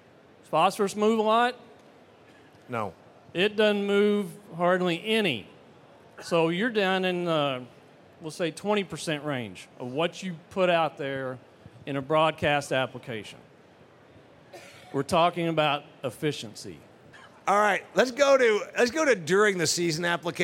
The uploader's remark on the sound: panel discussion at 2023 Commodity Classic